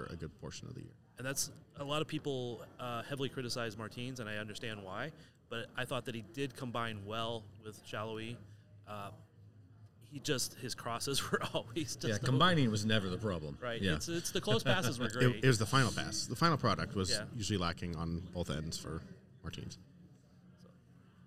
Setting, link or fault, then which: setting, busy venue